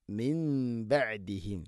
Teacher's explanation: സാക്കിന നൂന് ശേഷം ബ വന്നാൽ നൂണിനെ മീമാക്കി മാറ്റണം, അതാണ് ഇഖ്ലാബ്